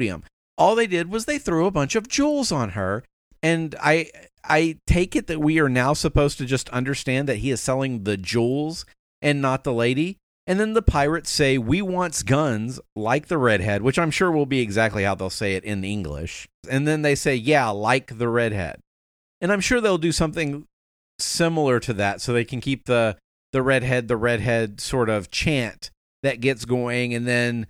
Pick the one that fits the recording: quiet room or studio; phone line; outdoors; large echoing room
quiet room or studio